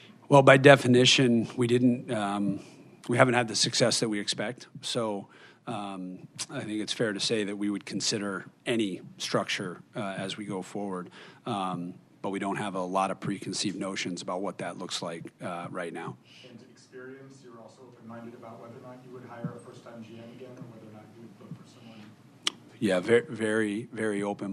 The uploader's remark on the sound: Hosted a press conference at Fenway Park, including a Q&A with the local press.